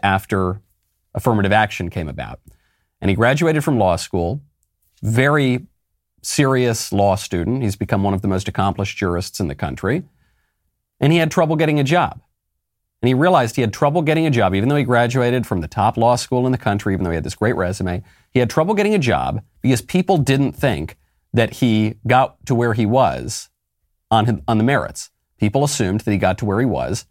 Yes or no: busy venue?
no